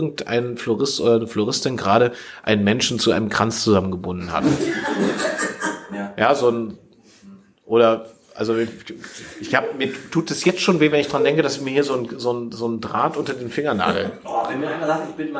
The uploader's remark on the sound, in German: Blumenkrieg in Lüchow (Live Aufnahme). Zu Gast in Lüchow und haben vor Ort Live diese Folge aufgenommen.